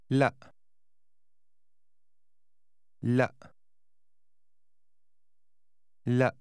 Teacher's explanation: The abrupt stop at the end of the word is a glottal stop, which you will hear quite frequently in Arabic.